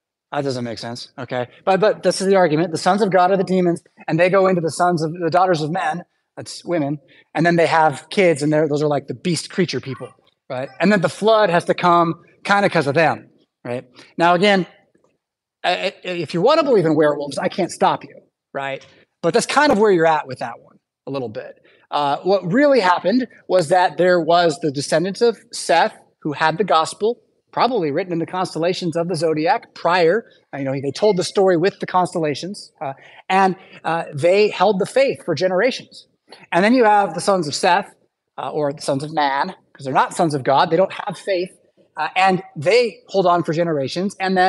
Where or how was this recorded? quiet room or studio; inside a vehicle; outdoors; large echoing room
large echoing room